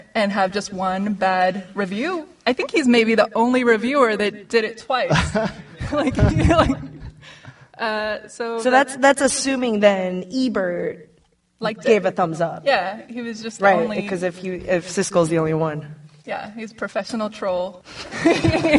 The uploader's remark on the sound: We held our first ever live event and it was awesome! We're releasing half of our live show as this week's episode.